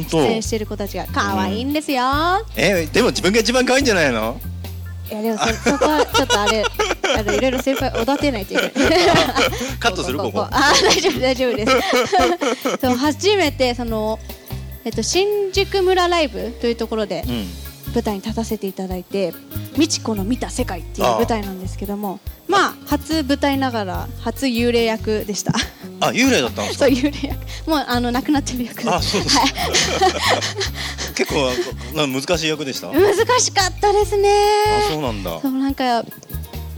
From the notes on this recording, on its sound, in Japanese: 川崎モアーズ屋上ビヤガーデンをお借りしたライブイベントでの公開収録。